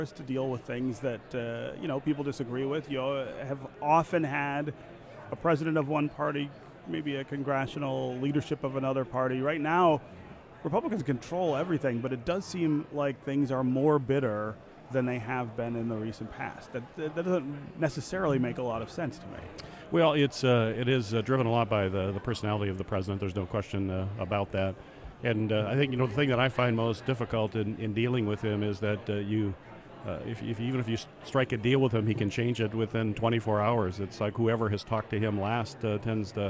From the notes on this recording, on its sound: At the annual policy conference. 2019 Mackinac Policy Conference.